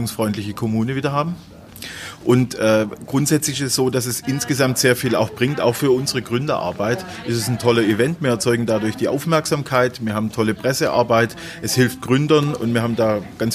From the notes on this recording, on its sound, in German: Wir waren live dabei beim Pitch der Kommunen im Rahmen des Landeswettbewerbs für gründungsfreundliche Kommunen. Wir horchen rein in eine kleine Auswahl von Pitches und hören uns an, wie Vertreterinnen und Vertreter auf kommunaler Ebene live vor der Jury pitchen.